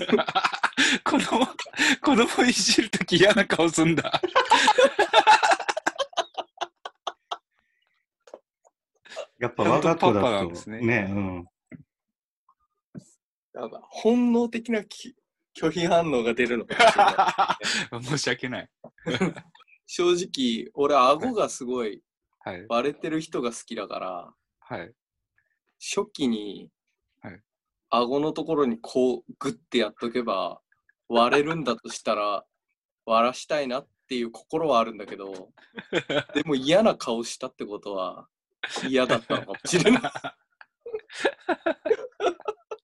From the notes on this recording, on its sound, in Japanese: ３人で初ZOOM。収録地：それぞれの家（ZOOM収録）。